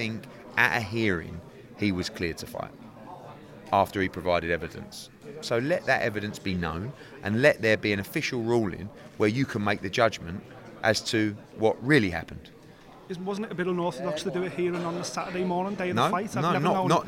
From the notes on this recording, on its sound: attended the Next Gen Press conference in Liverpool